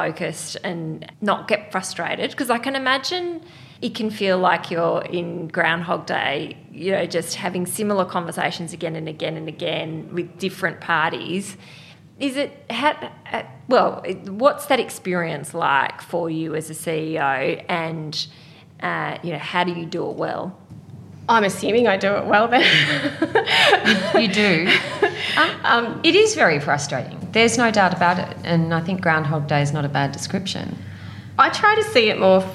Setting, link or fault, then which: setting, busy venue